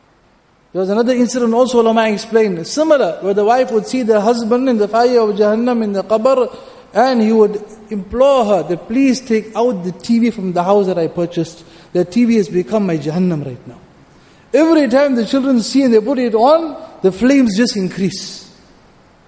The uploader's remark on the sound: Jumuah Lecture at Masjid Al Hilal